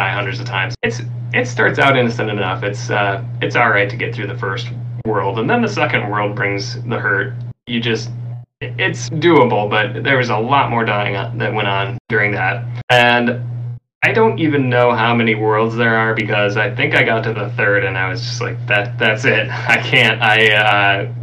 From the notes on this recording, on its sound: APOLOGIES FOR THE AUDIO - We had some technical difficulties that could not be edited around.